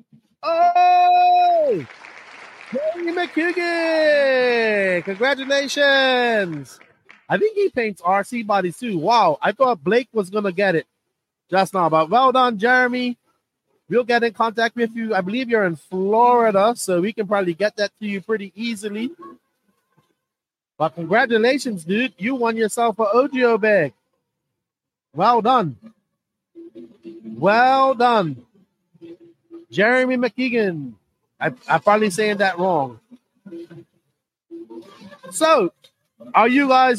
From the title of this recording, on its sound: Live From The 2024 Southern Indoor Championships